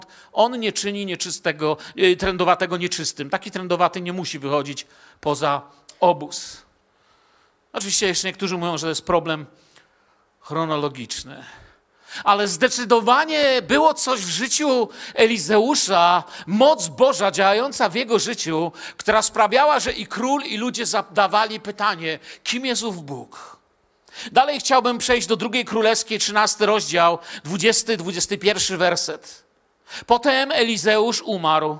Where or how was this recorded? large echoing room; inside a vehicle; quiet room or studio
large echoing room